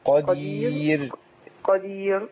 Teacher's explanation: أي راء هقف عليها قبليها ياء هترقق · Term: مرققة